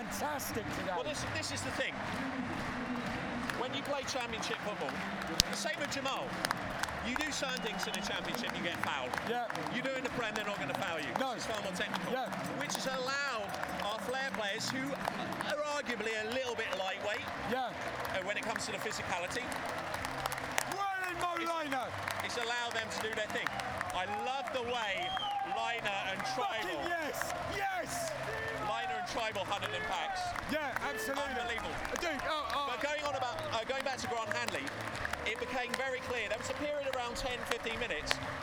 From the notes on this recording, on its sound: Live from the Newcastle Match